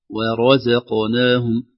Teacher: ترقيق الواو ثم تفخيم الراء ثم ترقيق الزاي ثم تفخيم القاف المقلقلة